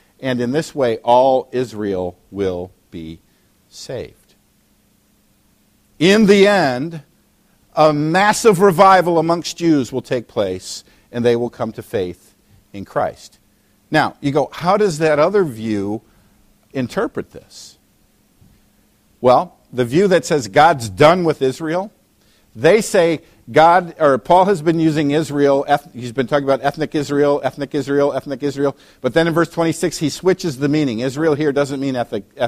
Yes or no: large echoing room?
yes